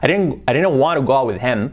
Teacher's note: podemos hacer la H muda